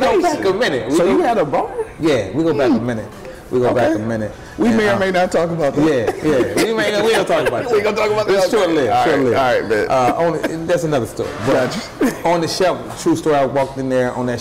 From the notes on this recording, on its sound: Beards, Bourbon, Whiskey Podcast LIVE from Yum Village.